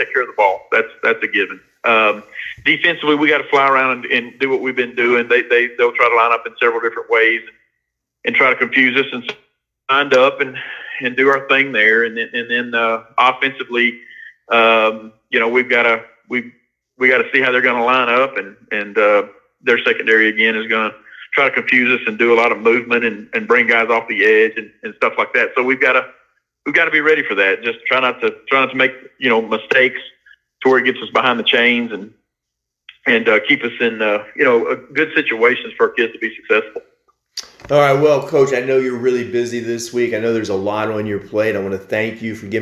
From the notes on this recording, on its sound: by phone